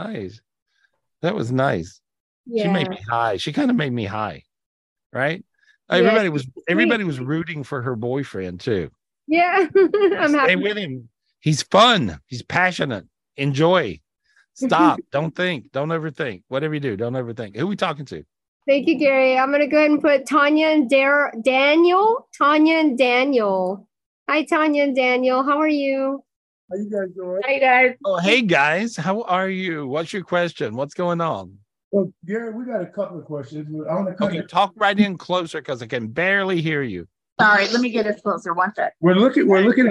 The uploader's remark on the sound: This was recorded LIVE on Zoom on October 14th, 2023.